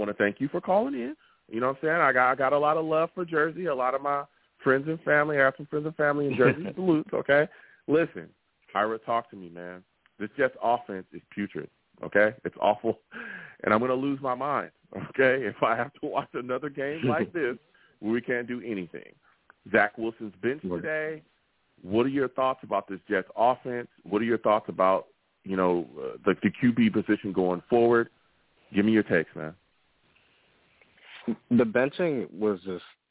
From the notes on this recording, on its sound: I take live callers!